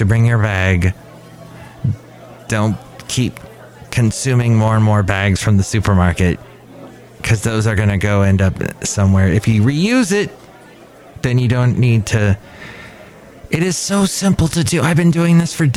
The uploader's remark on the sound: podcasts live from Café Anyway